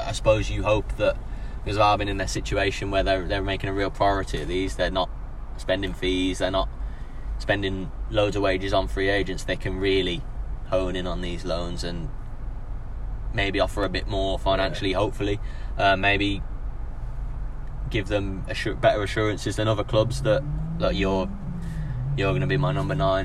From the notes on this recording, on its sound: The boys have taken the second episode of the series on the road - recording en route to the second friendly of the week at Salford City.